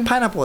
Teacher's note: そうパイのあの音が長いんですよ、他の音より。あの母音です、あくまで母音の音がその発生している音の、うんうんうん、その一番コアになるのが、まあ、必ず母音がコアになるんですけれども、そこが、長いんですよ。この大きいんじゃなくて高いのでもなくて長いんですよ。そっか、で早く喋ってもこの長さの比率自体は変えないっていうルールがあるんですね。だからパイナポーって早く喋ってもいいんですけど、パイとナポーの長さの比率自体は変わってないんですよ。パイナポーって言っちゃいけないんですよ。パイナポーは全部早く縮めて言ってるのでこれダメで、パイナポーのこのパイとナポーのそれぞれの長さの比率が、変わんないんですね。だから比率は変わらないんですよ。長さ自体は全体的に圧縮されるんだけど、その長短は変えちゃいけないんですよ。でこれがそのなんだろう、聞き分け、早く喋られると聞き取れない理由だし、早く喋った時に伝わらない理由なんですね。なんかそのこう、まあ、その英語の先生アコーディオンみたいな言い方をしてたんですけど、その圧縮してはいいんだけど、その